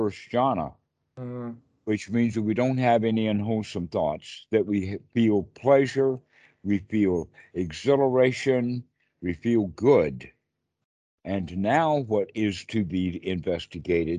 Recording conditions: video call